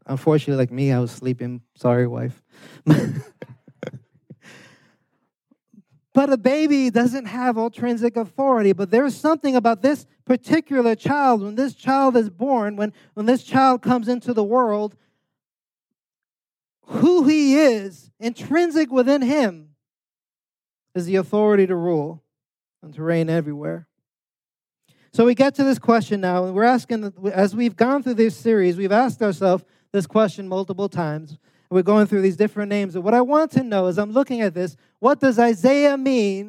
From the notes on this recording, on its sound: preached this sermon on Sunday, December 24th, 2023, at Catalyst Church San Diego